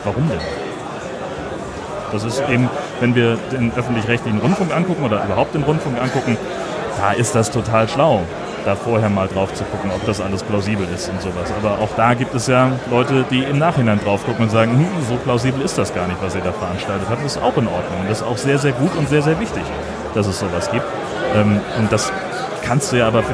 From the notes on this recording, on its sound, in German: Der Sendegarten ist “vor Ort” beim Chaos Communication Congress 2017 in Leipzig. Hatten wir unseren Recorder angeworfen und Gäste in den mobilen Sendegarten eingeladen.